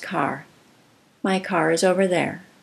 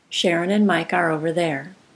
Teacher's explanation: the puff of the K in the phrase with car is bigger · Shown in: first take · Other than that, the vowels on both sides of the K sound are blended to and from the K.